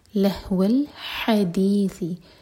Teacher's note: لہو الحدیثی یہ ح حلق سے، اور اس کے بعد ہے ث، سین نہیں، حدیث نہیں کہنا، حدیثی ث.